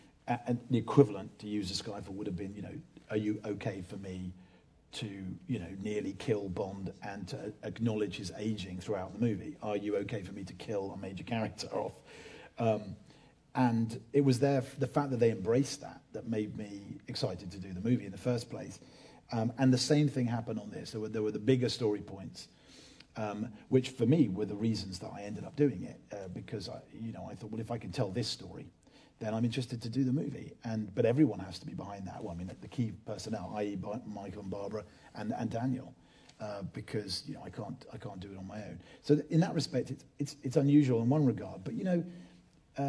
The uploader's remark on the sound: In front of an audience at the Empire Leicester Square cinema in London.